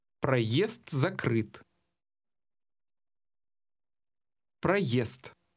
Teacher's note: The fast D at the end of the first word will almost have a T sound.